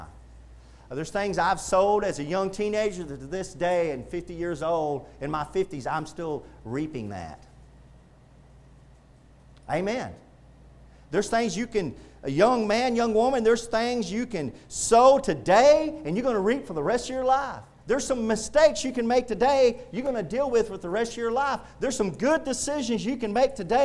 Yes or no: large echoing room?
yes